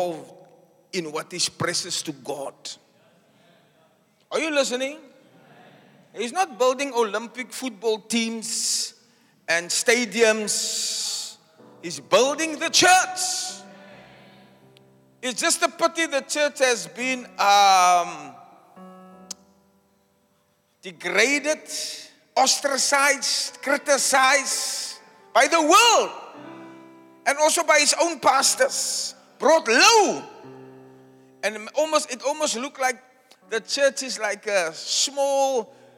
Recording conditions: live audience